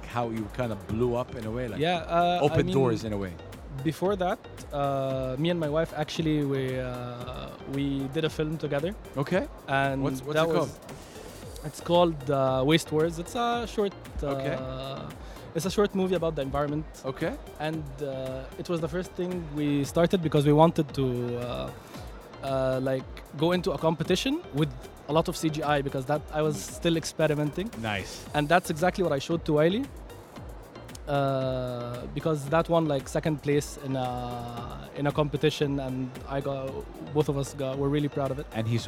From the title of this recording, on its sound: Live from SIBF 2023